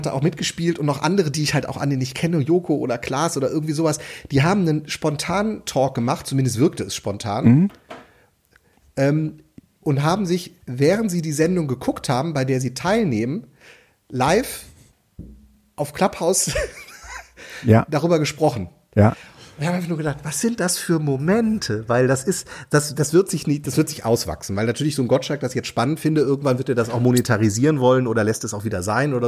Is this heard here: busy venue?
no